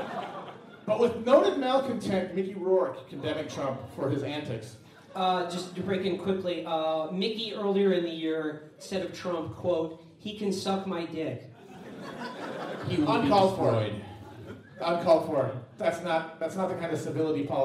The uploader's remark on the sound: Chapo News Network Election Night Live Show. Four hundred of our fellow citizens gathered at Genius HQ.